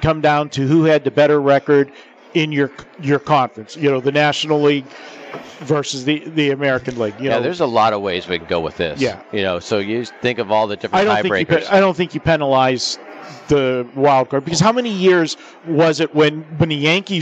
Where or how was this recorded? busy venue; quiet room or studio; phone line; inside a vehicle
busy venue